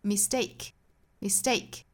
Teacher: 发成 T 还是发成 D,它其实涉及到了一个字母 T 对应的 T 这个发音的一个送气打折音。既然说到送气打折，它肯定不再是十足的送气了，所以不能读成 mistake。一般来说英国人或者是美国人都会在这个 T 的发音会减少送气的